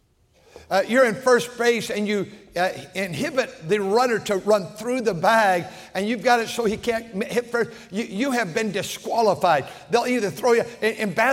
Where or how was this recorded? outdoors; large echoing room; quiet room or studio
large echoing room